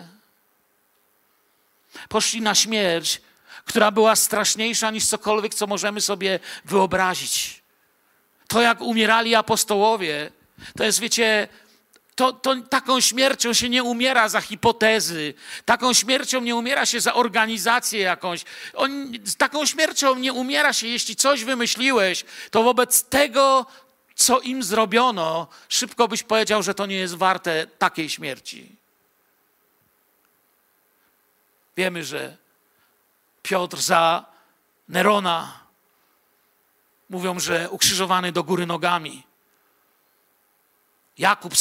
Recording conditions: large echoing room